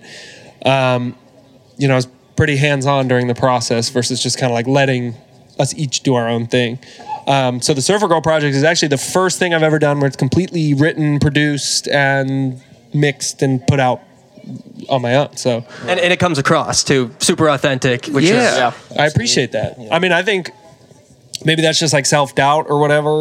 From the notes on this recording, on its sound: Live from Nantasket Beach. In our first-ever live podcast in front of an audience.